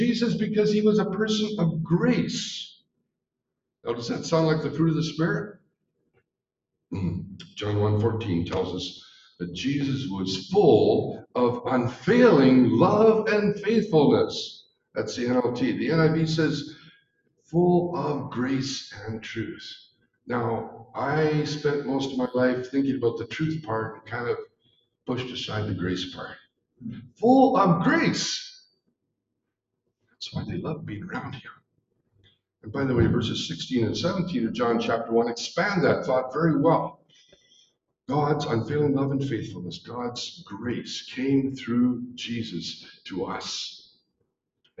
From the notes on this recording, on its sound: We are *still* working out the kinks with live recordings, thanks for being gracious!